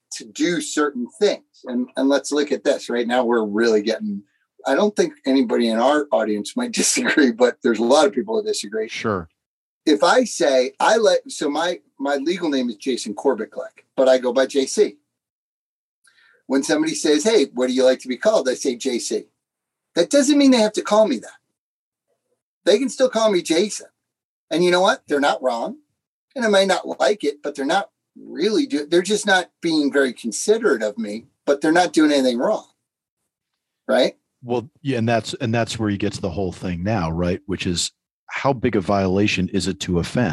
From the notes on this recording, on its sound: Zoom to Zoom